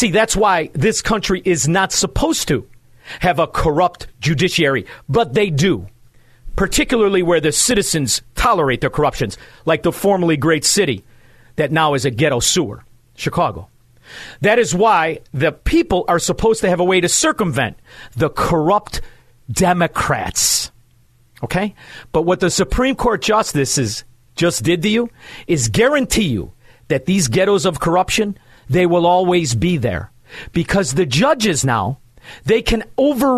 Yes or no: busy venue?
no